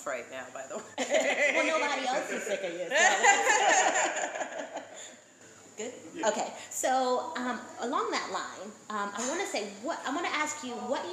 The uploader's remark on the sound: Recorded at Blerdcon 2019 in Washington, D.